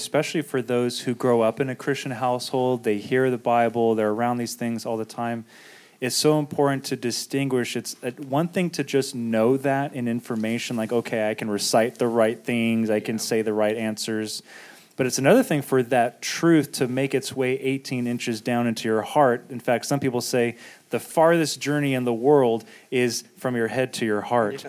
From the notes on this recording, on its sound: This video was recorded during our Meet & Greet Luncheon.